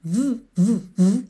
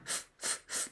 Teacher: o fonema é feito no mesmo lugar, da mesma maneira, só que o V tem vocalização v, v, v, e o F não tem, só tem A.